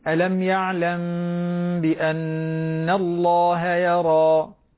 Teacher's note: لاحظ الميم مع الباء فيها إخفاء شفوي